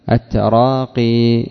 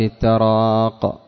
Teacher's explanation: كيف يوقف عليه؟ بإثبات الياء ساكنة · Shown in: first take · التراقي بإثبات الياء.